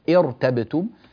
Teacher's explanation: لو بدأنا مثلا بكلمة ارتبتم فإننا نفخم الراء ولا نقول ارتبتم لأن هذا الكسر كسر عارض. نعم، ننبه أيضا